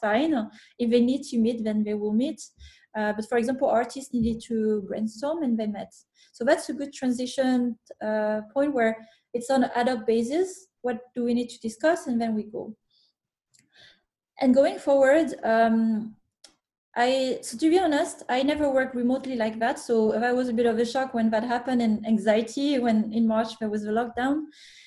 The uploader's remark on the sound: the recording from a webinar that we here at Elite Game Developers organized in May of 2020